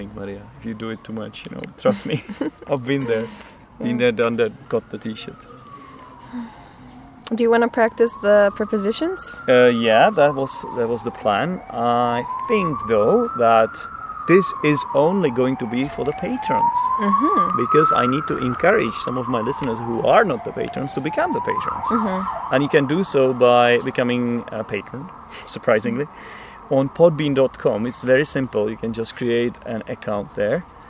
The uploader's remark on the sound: This episode was recorded outside by the river.